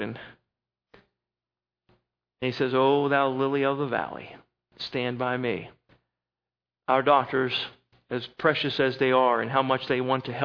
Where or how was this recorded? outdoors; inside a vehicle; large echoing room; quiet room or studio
large echoing room